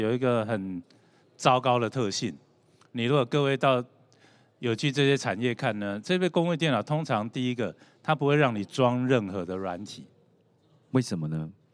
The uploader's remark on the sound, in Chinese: 本集節目於2022年「台灣國際智慧製造系統整合展（TIIM）」展期間錄製